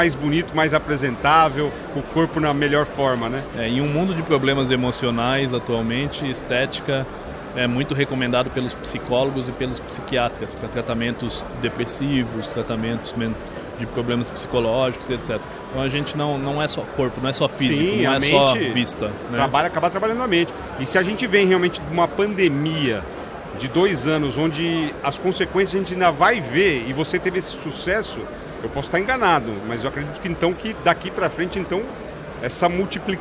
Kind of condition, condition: setting, busy venue